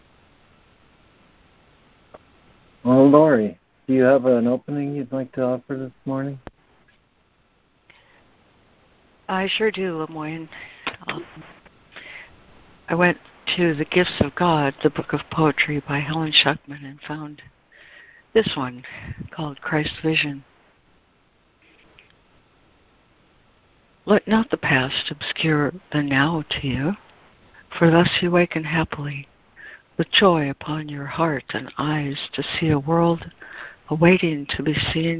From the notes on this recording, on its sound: ACIM Daily Conference Call